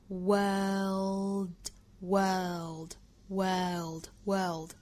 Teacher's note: 关键点一定是要把这个舌侧音发出来，如果舌侧音没发出来的话呢，就相当于发成了 word